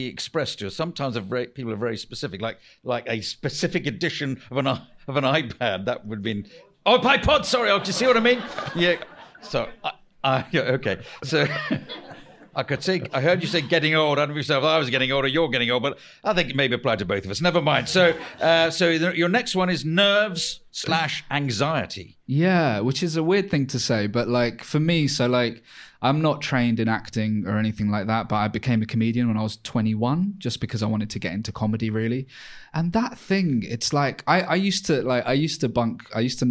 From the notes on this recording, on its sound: LIVE! This episode was recorded live at the Edinburgh Fringe, August 2023.